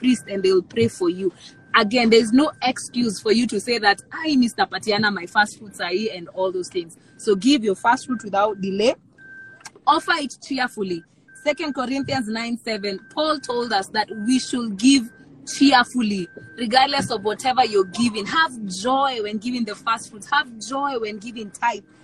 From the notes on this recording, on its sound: we will finish with an Instagram Live